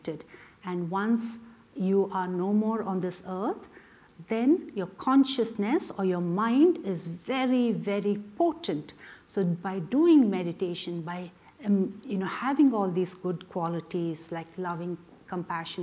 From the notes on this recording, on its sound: The Rubin Museum of Art presents a weekly meditation session led by a prominent meditation teacher from the New York area, with each session focusing on a specific work of art. This podcast is recorded in front of a live audience and includes an opening talk and 20-minute sitting session.